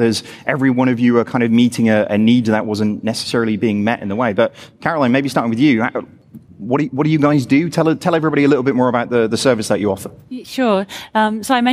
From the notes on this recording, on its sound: Live from Xerocon. This week's special edition of Fintech Insider Insights was recorded live at Xerocon 2017 from London's Excel Centre.